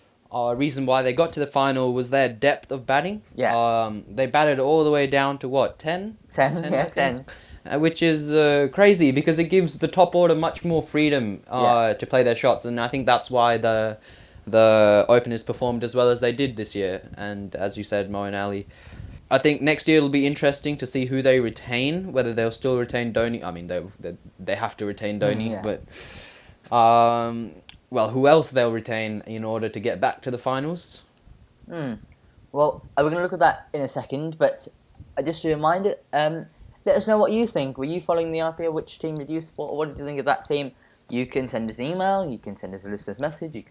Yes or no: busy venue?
no